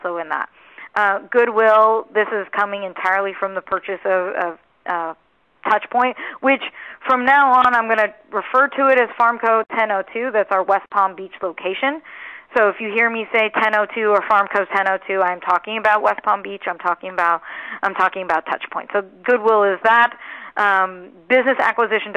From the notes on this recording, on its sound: RXMD May 2019 Earnings Call. 1st Quarter 2019 Quarterly Report Conference Call.